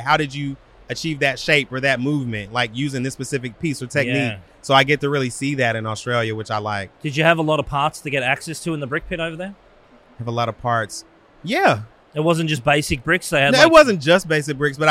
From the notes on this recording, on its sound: filming live on location at Brickvention 2023